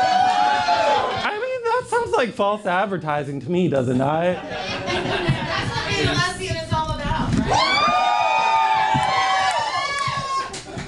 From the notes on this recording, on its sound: Live audio from Roast in Peace. (LIVE AUDIO).